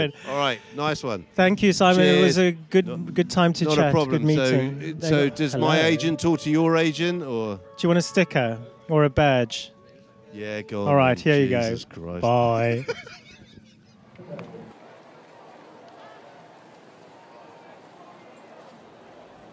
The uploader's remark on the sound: These are the conversations recorded on the second of two days at the Riverside Festival, Charlbury, Oxford. Following their performances on the main stage.